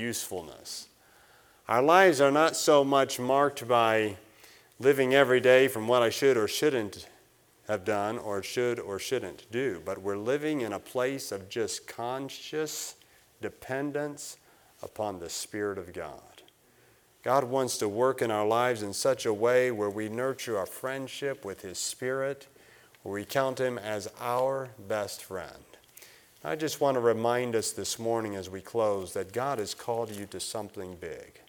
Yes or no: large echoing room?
yes